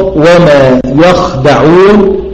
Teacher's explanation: بإسكان الخاء على القصر وفتح الياء قبلها وفتح الدال بعدها